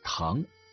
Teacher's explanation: 唐中的啊是后元音